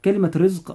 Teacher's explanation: الراء فيها مرققة لأنها جاءت مكسورة.